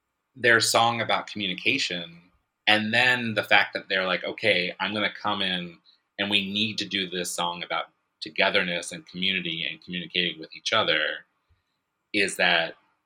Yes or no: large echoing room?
no